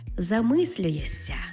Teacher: Зокрема, наприклад, буквосполук «шся» та «ся». Пишемо то ми «шся», тобто на письмі «замислюєшся», але вимовляємо «ся» · Term: уподібненням або асиміляцією приголосних